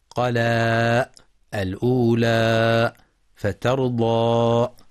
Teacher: ومن الخطأ أيضا ختم صوت الألف المدية بهمزة مثل سجى قلا الأولى، فبعضهم يقف عليها وعلى أمثالها بنبرة الألف أي ضغط الصوت في آخرها حتى تنقلب همزة، قلا الأولى فترضى، وهذا خطأ، فلينتبه القارئ للنطق الصحيح بإبقاء مخرج الألف مفتوحا حتى ينتهي الصوت بلطف.